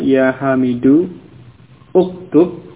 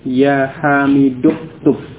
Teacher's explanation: Di sini uktub kemudian diawali kata ya hamidu ya, di mana hamzah yang ada di awal pada fi'il amr ini adalah hamzah wasal, sehingga ketika didahului oleh kata yang lain maka hamzah wasal itu tidak diucapkan, sehingga langsung dibaca dari hamidu langsung masuk ke huruf kafnya yang sukun · Shown in: second take